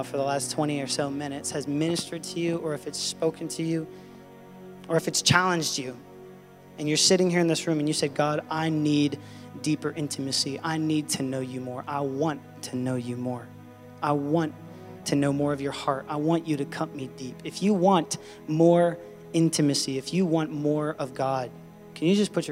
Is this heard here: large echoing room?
yes